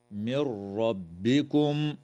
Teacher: وتدغم النون الساكنة في الراء من غير غنة في قوله تعالى: من ربكم، ويجوز الوقف على قوله تعالى: من